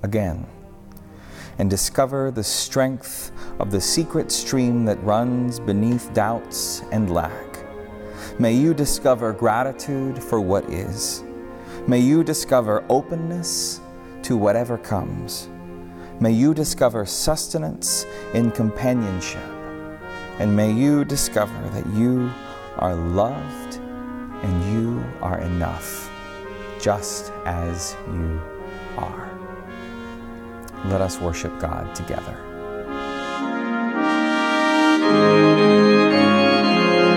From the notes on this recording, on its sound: on the Sixth Sunday of Easter at Northminster Church